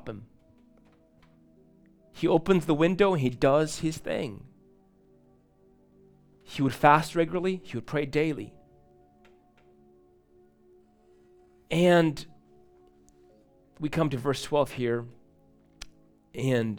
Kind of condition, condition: setting, large echoing room